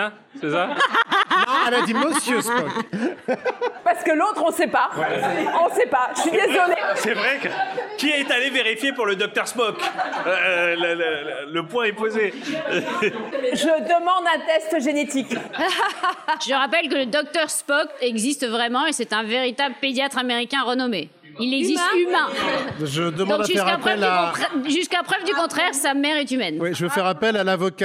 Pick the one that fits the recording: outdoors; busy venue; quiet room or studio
busy venue